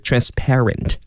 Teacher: 它的这个重音呢是在后面，就是在清辅音 p 它的上面，所以是 transparent。啊，那这个词呢我们继续把它分解，您不要望文生义啊，以为这个 parent 怎么是父母的意思呢？其实它是由一个词根加上一个形容词后缀而组成的单词的一部分。就说这个词啊它也能拆分。嗯，它能拆分成什么呢？其实这个词的部分可以拆两部分，第一个是一个词根叫 par。对，没错。那后面您都认识，ent 是一个形容词后缀。哦，嗯，关键就是看这个